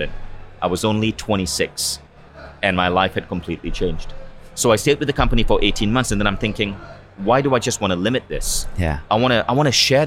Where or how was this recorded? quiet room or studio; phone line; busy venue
busy venue